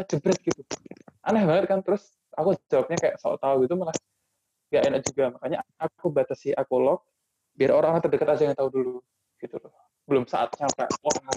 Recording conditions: poor sound quality